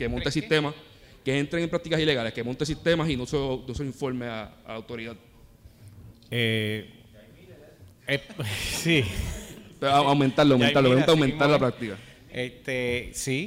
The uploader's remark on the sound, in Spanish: Una conferencia organizada por la MCA en la que un grupo de panelistas expertos discuten el acuerdo entre la AEE y los bonistas y su efecto en la economía.